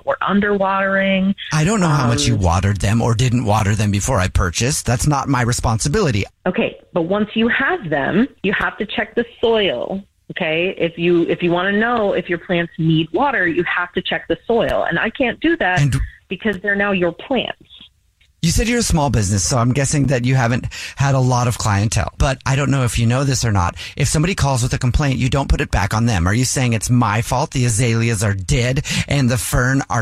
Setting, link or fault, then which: link, phone line